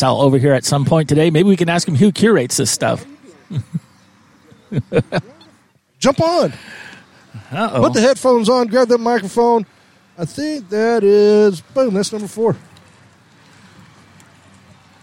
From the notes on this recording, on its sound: We go live at the Second Annual East West Beer Fest - an Austin-exclusive event where 10 local breweries bring their best east coast and west coast style IPAs.